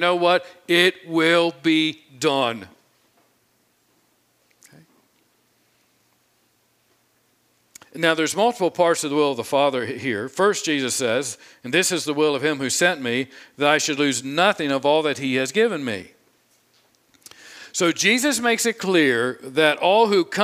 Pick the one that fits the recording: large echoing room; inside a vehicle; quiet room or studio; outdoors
large echoing room